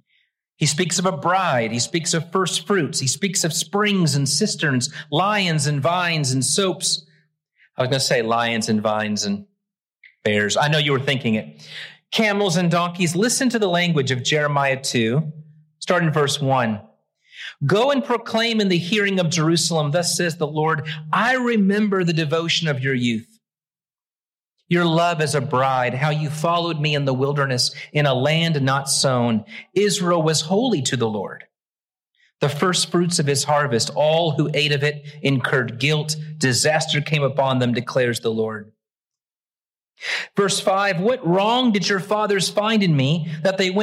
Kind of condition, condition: setting, large echoing room